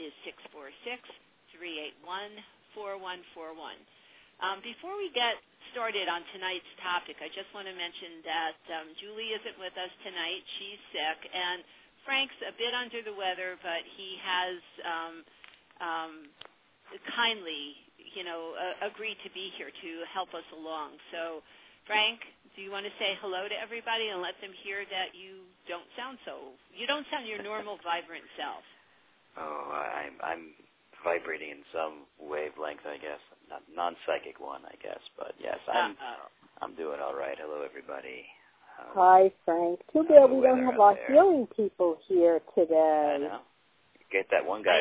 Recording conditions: phone line